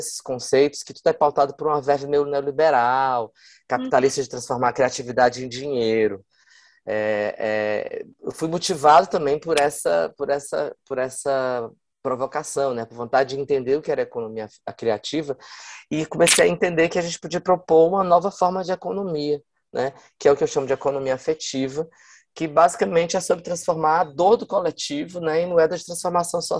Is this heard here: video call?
yes